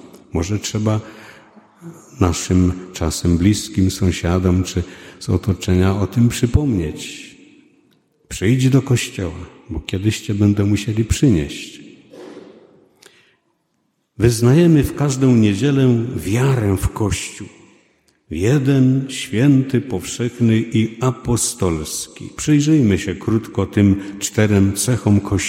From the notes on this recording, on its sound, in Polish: 90. rocznica poświęcenia kościoła. Nagrania homilii i kazań wygłoszonych w parafii WNMP w Opolu Gosławicach.